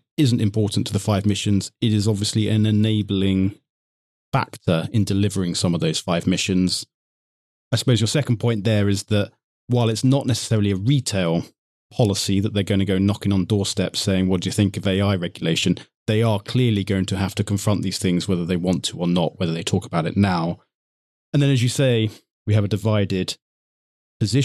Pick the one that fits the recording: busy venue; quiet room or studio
quiet room or studio